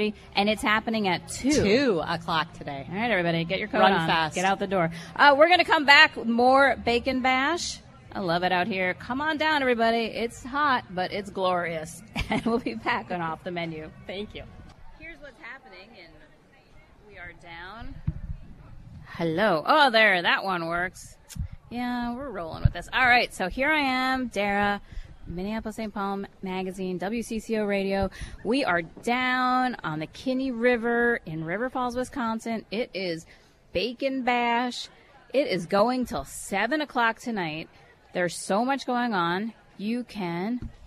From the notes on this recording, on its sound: broadcasts live from the annual Bacon Fest in River Falls